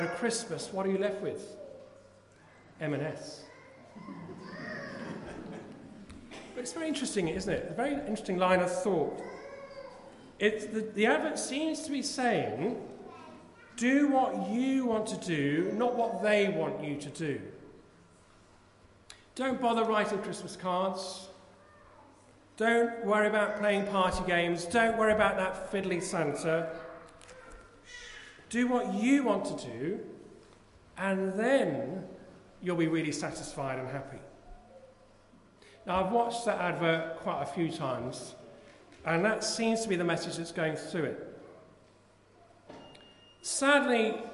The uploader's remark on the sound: Christ Church, Bayston Hill (UK)